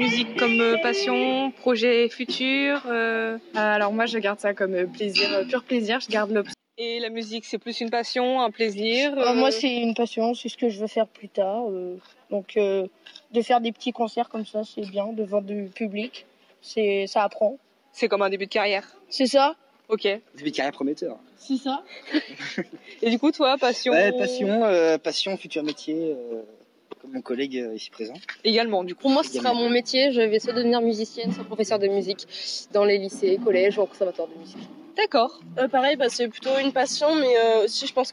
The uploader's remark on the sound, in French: En direct du concert de fin d'année (option Musique). Des élèves de l'option et de la spécialité musique au Lycée Jean Dautet.